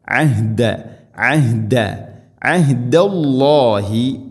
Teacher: ഐൻ തൊണ്ടയുടെ മധ്യഭാഗം, ഹ തൊണ്ടയുടെ താഴെ ഭാഗം